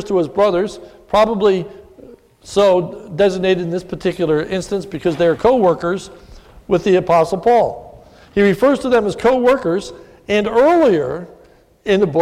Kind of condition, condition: setting, large echoing room